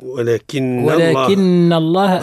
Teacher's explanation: القاء قلقلة عليها قلقلة القاف قلقلة القاف ولكن الله النون مشددة حكمها إظهار الغنة فيها